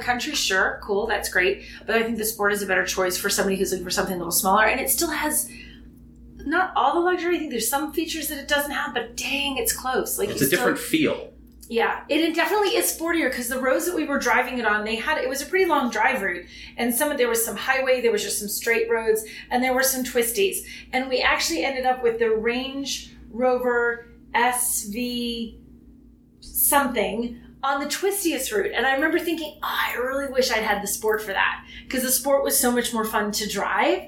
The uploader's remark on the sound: Record a live episode from a hotel room (sorry about the room echo) in Bozeman, Montana.